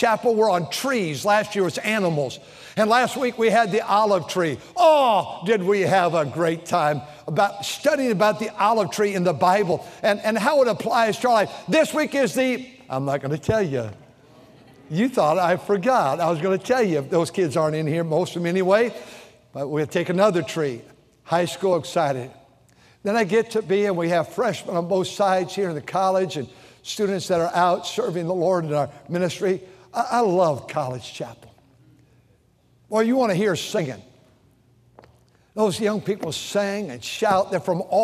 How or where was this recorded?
large echoing room